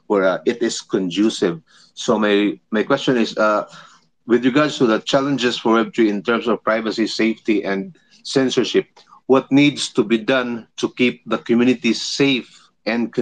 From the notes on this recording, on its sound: we host live Twitter Spaces conversations